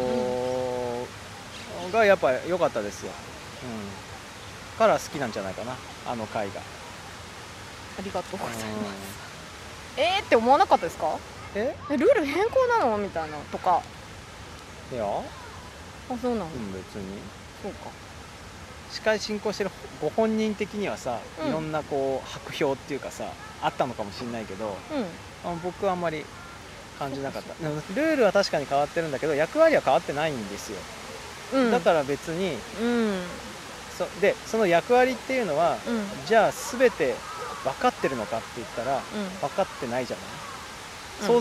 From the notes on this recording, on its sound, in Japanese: 明治神宮に蚊が出はじめたので、上野公園へと収録場所を移しました。